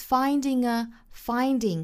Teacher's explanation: finding 和 a 连读后鼻音加元音连读读成 ng